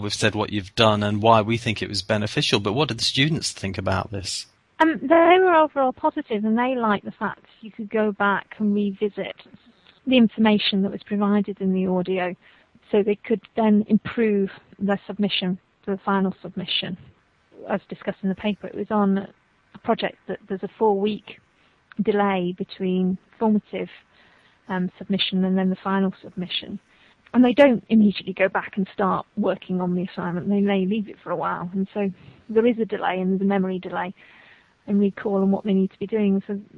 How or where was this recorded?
phone line